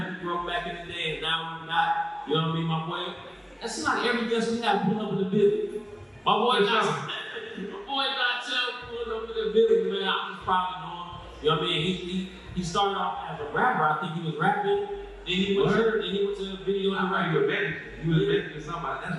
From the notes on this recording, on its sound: first ever LIVE show during Indie Fest in Atlanta Ga.